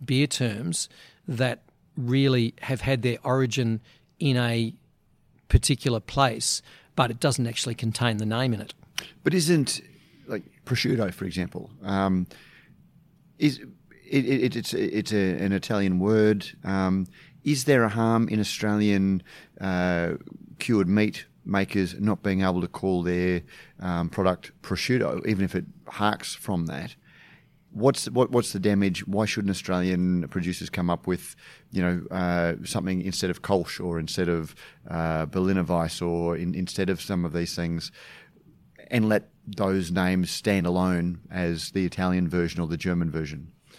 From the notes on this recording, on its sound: We were able to take Radio Brews News to BrewCon and capture a little of what was on offer to those who were lucky enough to get to Australian craft brewing’s annual conference and trade show.